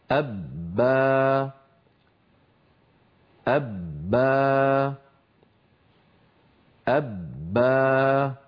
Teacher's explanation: بداية الباء شديدة مجهورة ينحبس خلف الشفتين الصوت والنفس فلا يجريان، ثم لما تنفتح الشفتان يخرج الصوت والوتران يهتزان ولا يخرج نفس · Term: باء مشددة مفتوحة